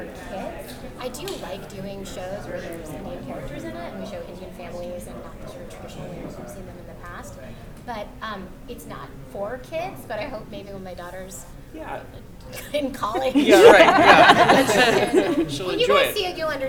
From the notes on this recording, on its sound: Velma Press Conference NYCC 2022. Cast and creative audio for Velama from NYCC.